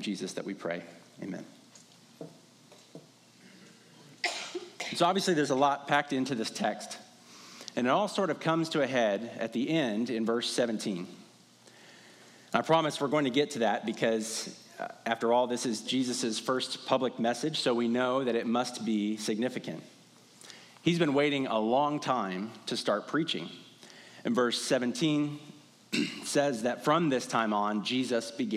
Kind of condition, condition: setting, large echoing room